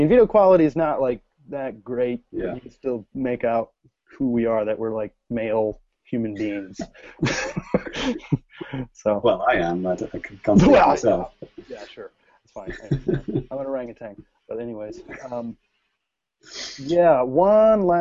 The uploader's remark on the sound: brought the podcast live via Google Hangouts On Air